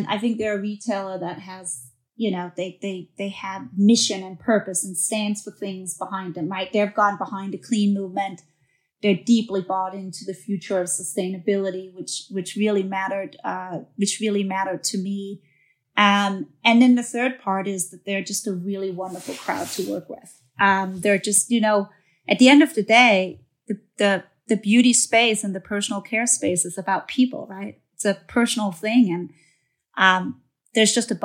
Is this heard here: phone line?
no